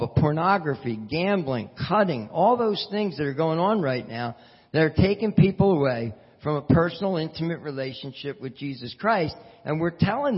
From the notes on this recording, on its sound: This is the audio recording of a church service